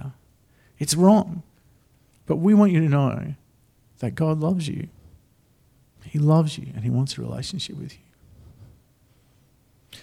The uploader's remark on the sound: The live stream of Destiny Church Atherton.